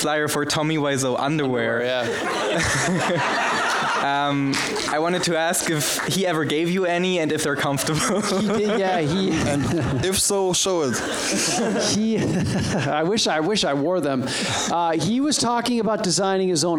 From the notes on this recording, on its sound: we recorded the Q&A from the birthday screening